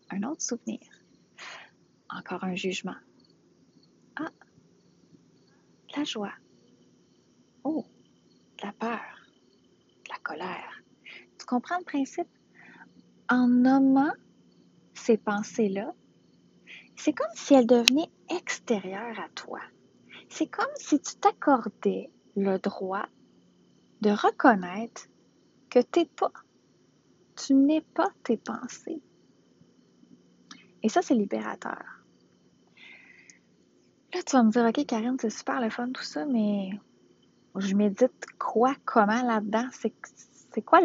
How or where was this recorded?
outdoors